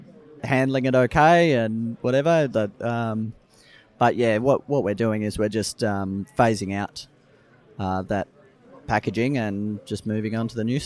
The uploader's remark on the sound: a special edition of Radio Brews News, live from the West Australian Brewers Association Craft Brewers Conference